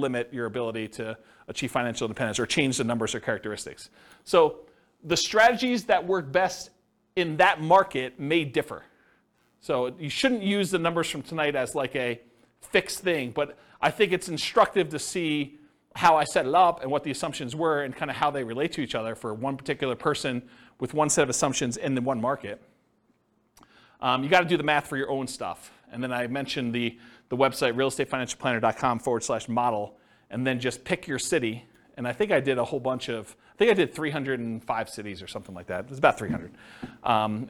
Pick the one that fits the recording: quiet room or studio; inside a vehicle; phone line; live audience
live audience